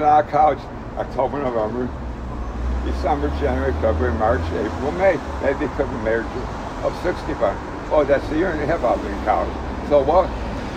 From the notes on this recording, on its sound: Winter in Chicago. Was waiting for friends outside a dive bar in my neighborhood & struck up convo with this very drunk dude on the street.